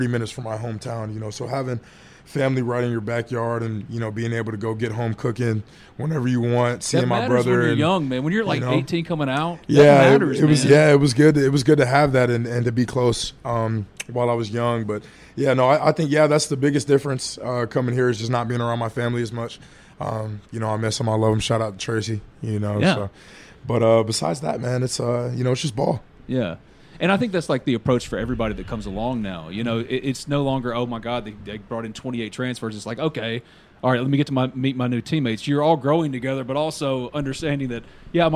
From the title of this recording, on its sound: LIVE! From Ole Miss Media Day